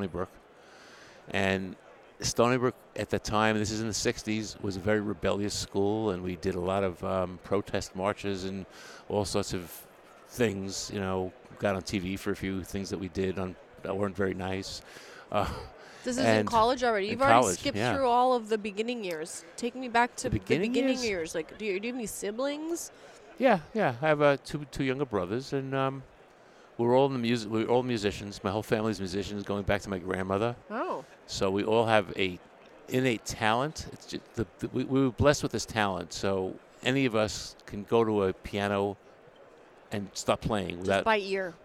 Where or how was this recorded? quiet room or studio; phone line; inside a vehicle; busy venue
busy venue